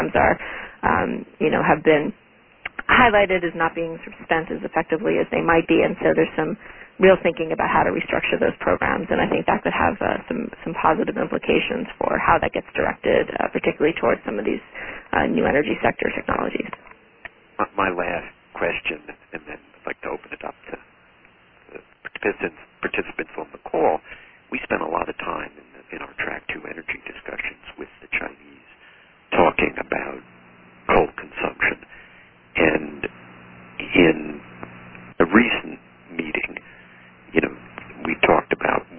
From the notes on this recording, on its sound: Join an on-the-record teleconference. Q&A follows the speakers' remarks.